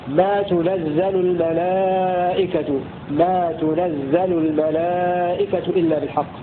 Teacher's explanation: روى شعبة بضم التاء وفتح النون وبالزاي مشددة مبنية للمفعول